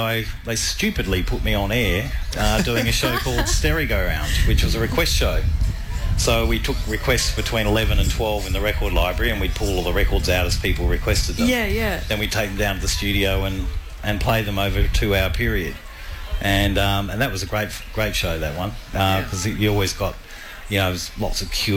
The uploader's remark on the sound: RTR FM Neon Picnic. Live at the Neon Picnic in Hyde Park.